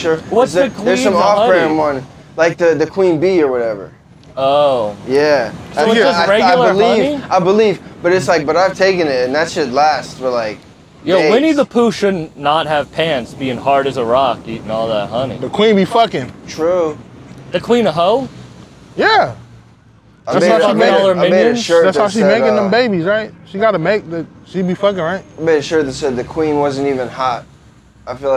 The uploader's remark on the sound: Recorded live on Revere Beach